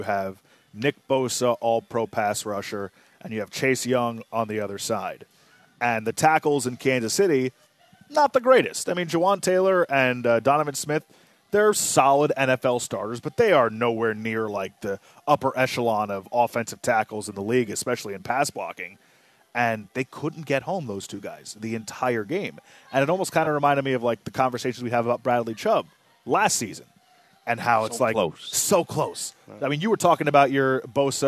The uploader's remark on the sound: live at Twin Peaks